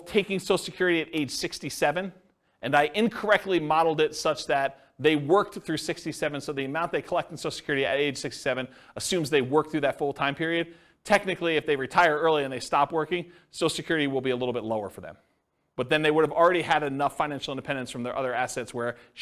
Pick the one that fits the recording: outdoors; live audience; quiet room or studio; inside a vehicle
live audience